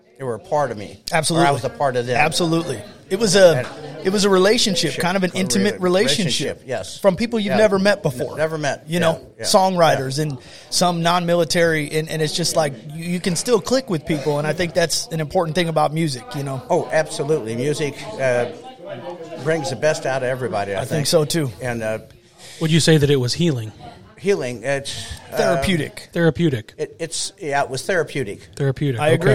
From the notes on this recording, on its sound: Live from the O’Fallon Elk Lodge. Culminating in a live concert.